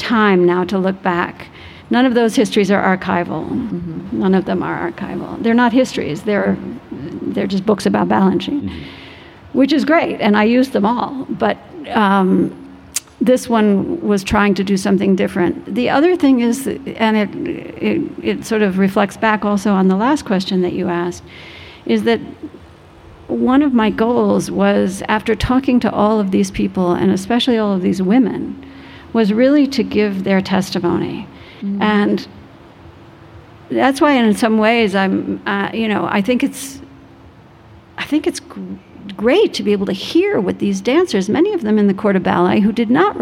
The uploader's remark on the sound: LIVE from the Vail Dance Festival